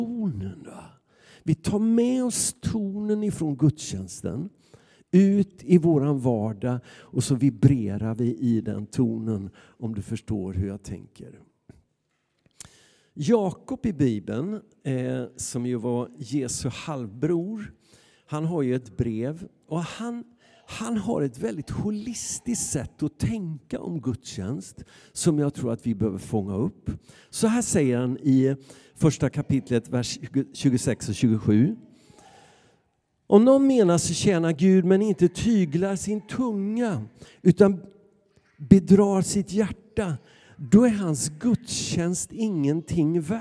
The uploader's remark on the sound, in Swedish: Inspelning från Immanuelskyrkan Skövde.